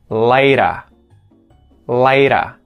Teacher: the T in the word later becomes a T flap